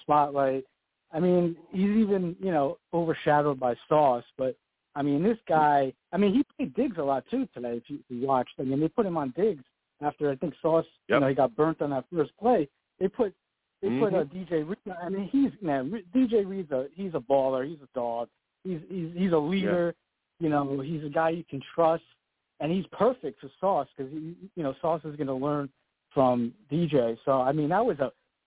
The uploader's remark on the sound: Live immediately after the Jets game against the Bills, I sat down and discussed the game! The callers went crazy on this show and the takes were flying! I take live callers!